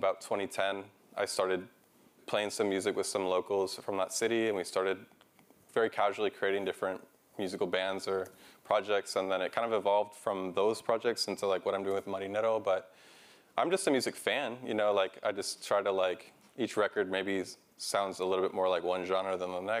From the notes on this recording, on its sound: Traveled to NPR member station KQED in San Francisco to meet Alt.Latino listeners. This week's show is a recording of that live interview, full of great music as well as lots of laughs.